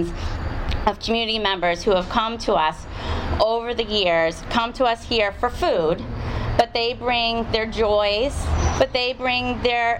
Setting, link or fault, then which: setting, outdoors